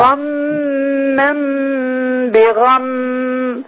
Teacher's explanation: لانها ميم مشدده فين غنتها